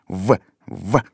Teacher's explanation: Когда его произносишь, верхними зубами немножко прикусываешь нижнюю губу. · Term: звук «в»